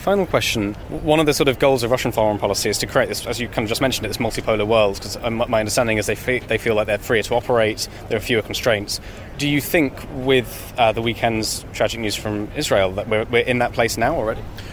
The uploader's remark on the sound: we go live to the Labour Party conference in Liverpool